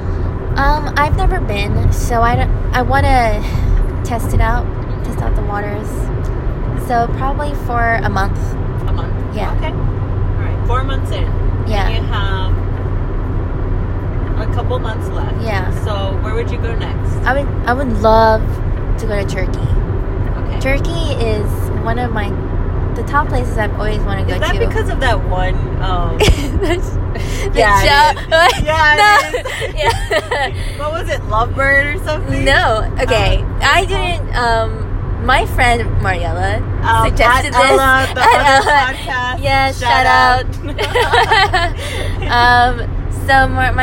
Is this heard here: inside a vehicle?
yes